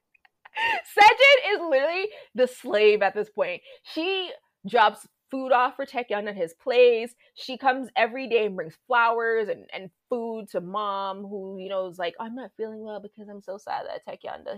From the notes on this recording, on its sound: We apologize for the mic issues but that could not be helped this time.